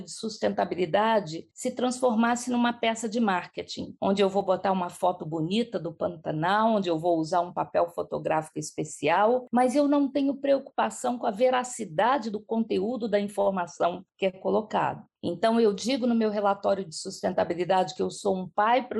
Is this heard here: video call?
yes